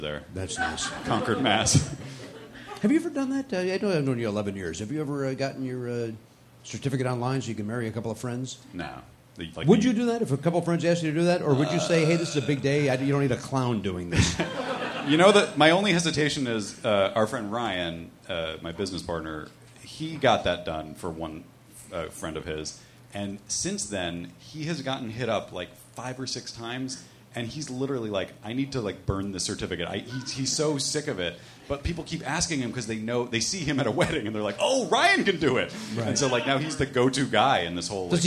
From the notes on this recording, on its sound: Recorded live at Helium Comedy Club in Philadelphia, PA.